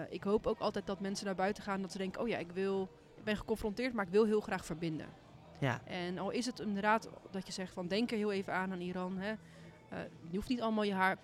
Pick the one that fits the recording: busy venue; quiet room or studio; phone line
busy venue